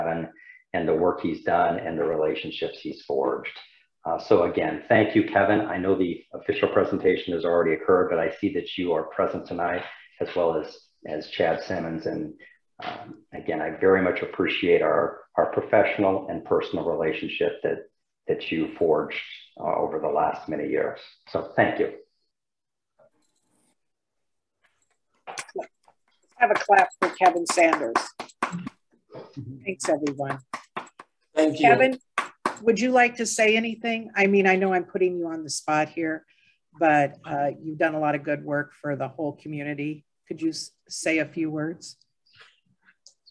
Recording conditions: video call